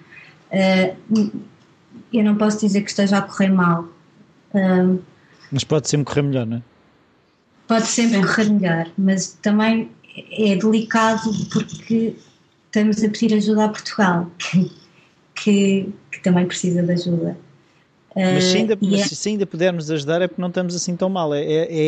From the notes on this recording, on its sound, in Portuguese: Foi via Skype pois estavam no Porto, e eu na minha casinha. Durante a entrevista parecia-me ouvir ressonar, mas não quis dizer nada.